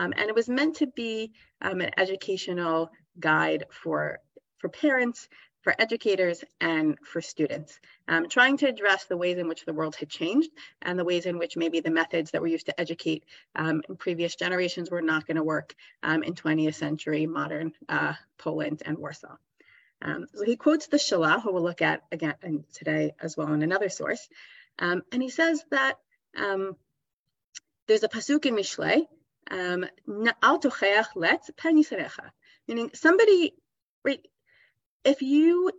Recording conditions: video call